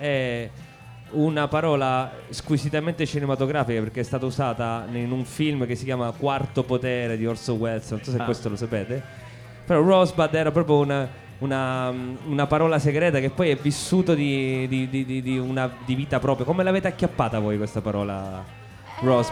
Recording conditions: busy venue